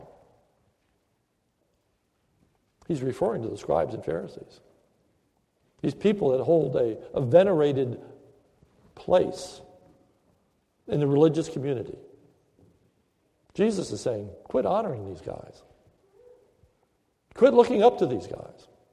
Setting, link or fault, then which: setting, large echoing room